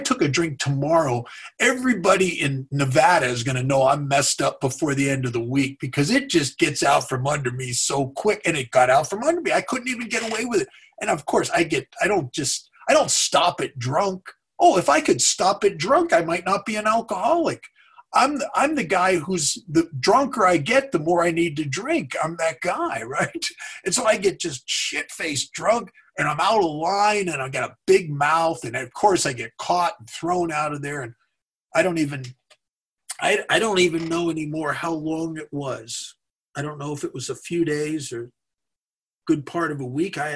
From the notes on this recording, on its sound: gives talk on Zoom